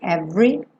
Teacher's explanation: O é do meio da palavra every não é pronunciado.